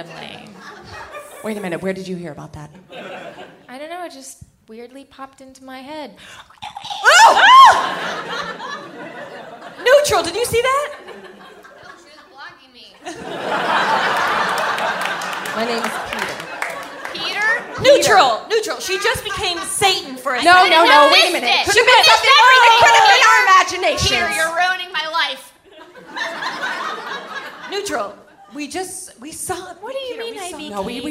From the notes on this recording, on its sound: LIVE AT Largo in Los Angeles